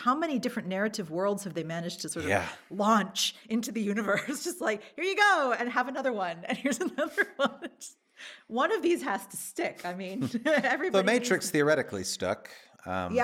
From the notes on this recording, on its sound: Q&A with LIVE AUDIENCE. This episode was recorded with a live audience from Bilkent Think Colorfully, Bilkent Wizards, and Bilkent Cinema Society.